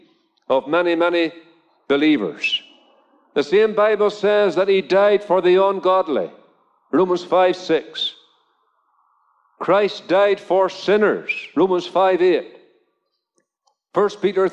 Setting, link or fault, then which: setting, large echoing room